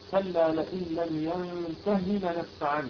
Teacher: يعني ما نمد الهاء هنا ولا نقولها الواو